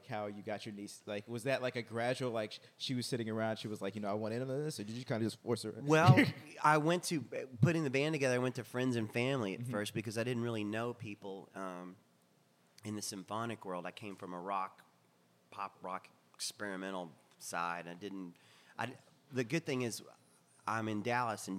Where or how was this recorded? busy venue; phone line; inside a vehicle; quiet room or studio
busy venue